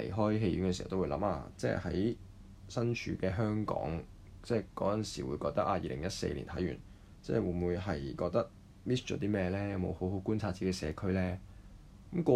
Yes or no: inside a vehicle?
no